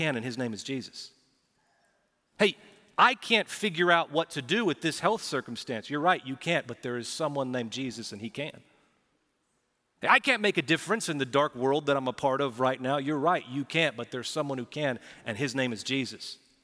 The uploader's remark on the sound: Recorded Live at Brookwood Church on 3.26.2023